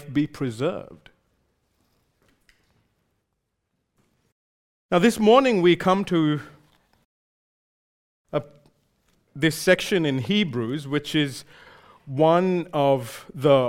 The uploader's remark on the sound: recorded live at Grace Community Bible Church